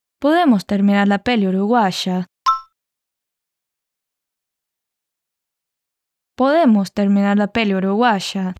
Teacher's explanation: al final no se sube el tono porque es una afirmación, no una pregunta